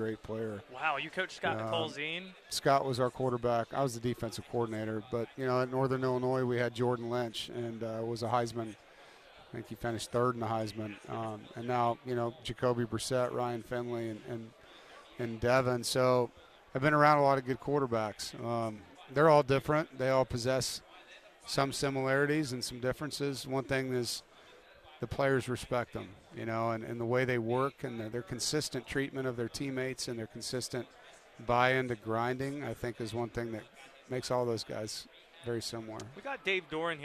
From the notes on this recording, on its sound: Live from ACC Kickoff in Charlotte